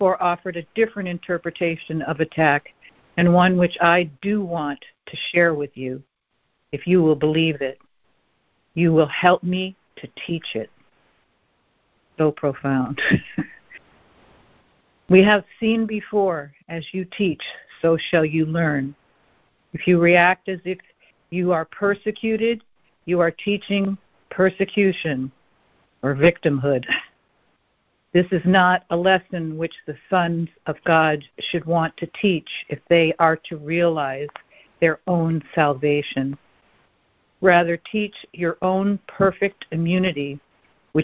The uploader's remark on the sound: ACIM Daily Conference Call.